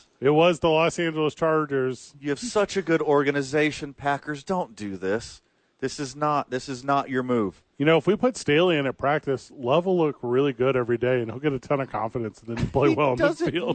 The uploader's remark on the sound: live from The YMCA